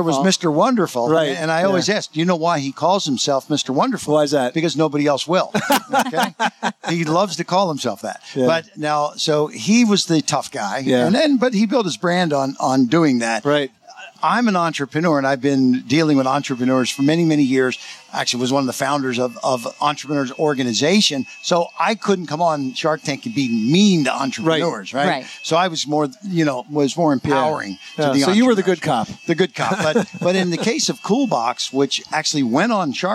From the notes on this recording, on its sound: At 2018 National Hardware Show. Live from the 2018 National Hardware Show.